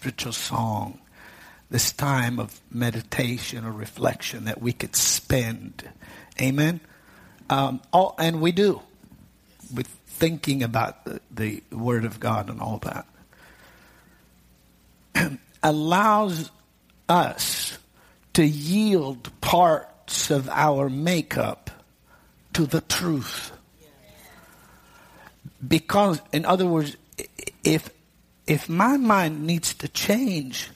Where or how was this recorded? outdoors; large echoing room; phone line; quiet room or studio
large echoing room